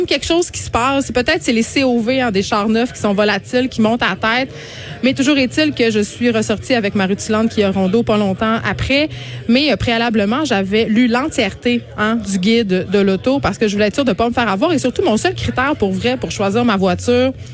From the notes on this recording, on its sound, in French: En direct du Salon de l'auto de Montréal